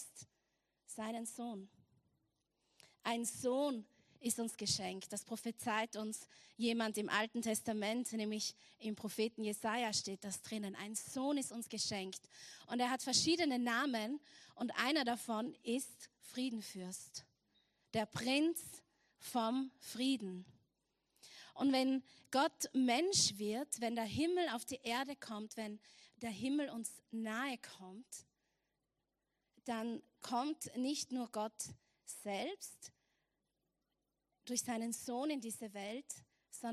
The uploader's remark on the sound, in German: Erster vorweihnachtlicher Gottesdienst live aus der LIFE Church Wien.